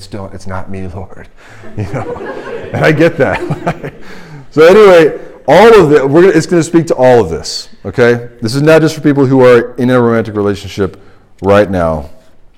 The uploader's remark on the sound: This is the sermon from RUF Large Group at Washington & Lee, 4/25/23